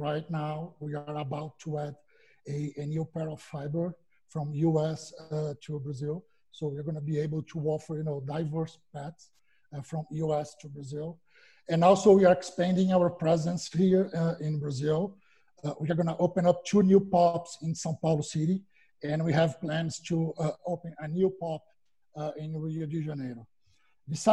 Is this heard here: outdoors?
no